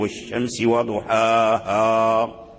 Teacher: لم يميلها ورش وقرأها بالفتح، قرأها بالفتح لأنها فيها هاء، وهذا الألف الذي يعني تقع